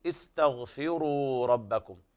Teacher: إذا بدأنا نبدأ بالهمزة محققة بالكسر، أتينا بهمزة الوصل لكي نتوصل بها إلى النطق بالساكن، فنقول